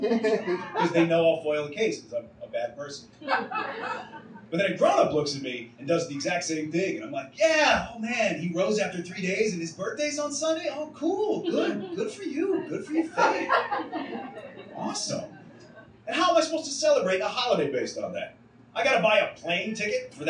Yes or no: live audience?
yes